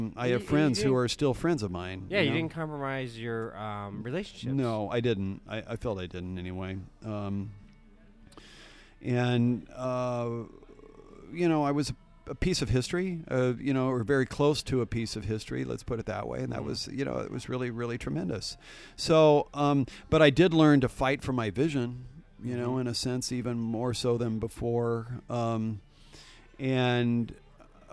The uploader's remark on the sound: RECORDING LOCALE Highland Stillhouse 201 S. 2nd Street Oregon City, OR 97045.